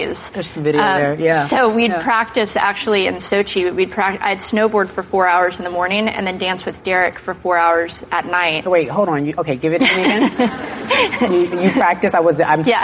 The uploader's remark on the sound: in front of a live studio audience